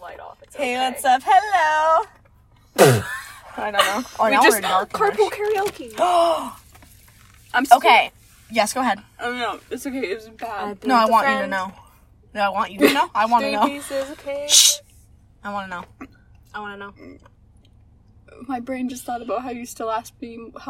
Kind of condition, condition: setting, inside a vehicle